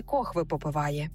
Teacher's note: Якщо у першому прикладі суржик очевидний і розбирати ми його не будемо, то третій приклад може викликати у вас питання, зокрема через слово «кохве». По-перше, ми у цьому слові чуємо «хви», а це особливість південно-східного наріччя української мови